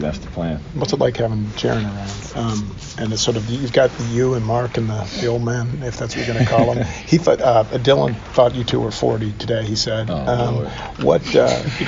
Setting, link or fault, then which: setting, busy venue